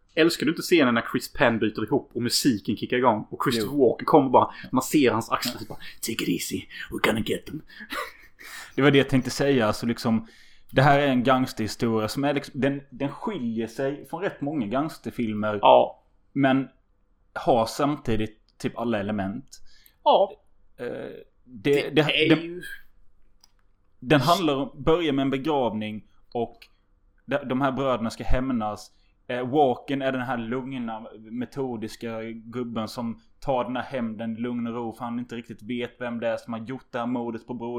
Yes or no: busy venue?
no